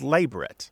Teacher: The more strict and traditional pronunciation is labret, with the stress on the first syllable, not the last, and not a Frenchy pronunciation, because it is not a French word.